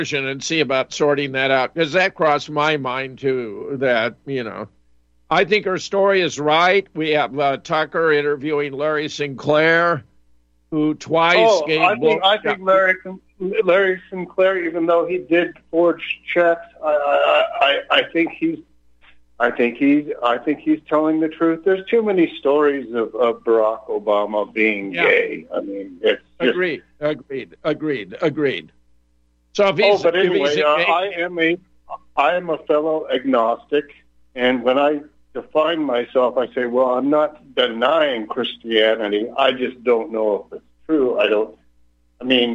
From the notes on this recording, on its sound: opens phone lines for callers.